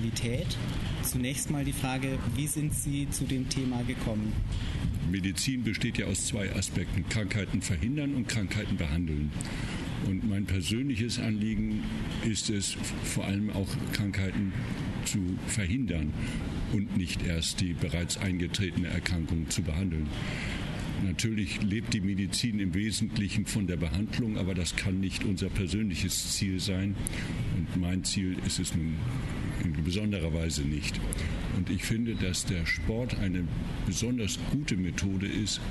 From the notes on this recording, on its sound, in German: Das Interview wurde auf einer Konferenz mit entsprechender Geräuschkulisse aufgenommen.